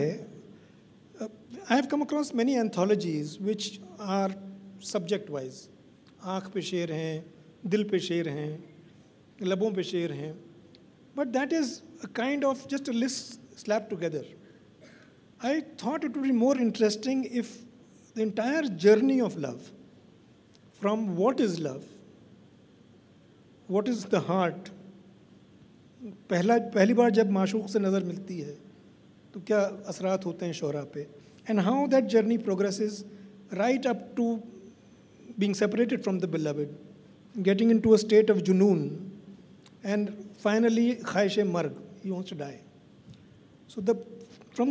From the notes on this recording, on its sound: This is a live session from Jaipur Lit Fest 2022.